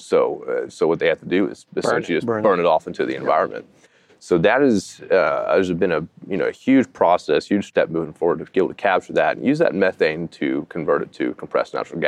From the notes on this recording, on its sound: Live From Ignite. Live in San Antonio.